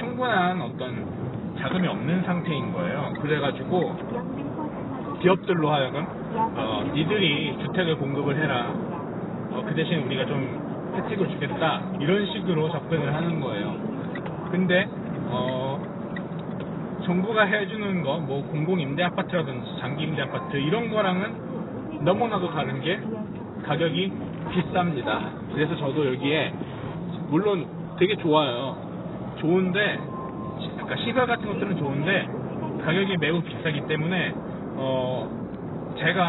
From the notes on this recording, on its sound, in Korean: 아무런 대본도 없이 길이 막히길래 차에서 프리스타일로 녹음해보았습니다.